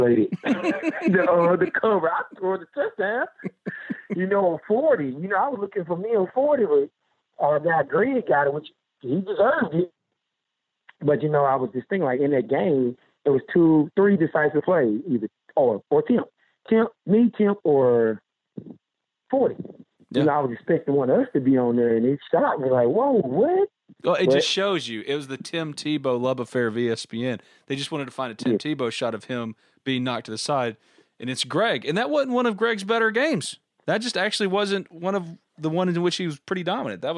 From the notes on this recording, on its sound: Joined on the Modern Woodmen phone line.